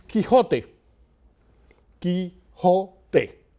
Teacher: In Spanish, you don't glide the vowels. They're short and crisp.